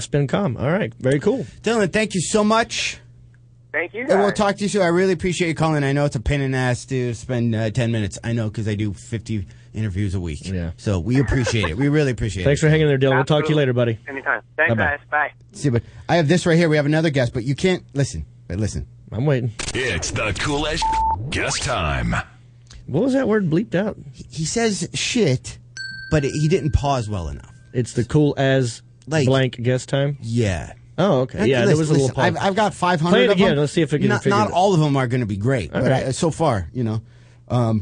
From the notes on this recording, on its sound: Then they take two phone calls.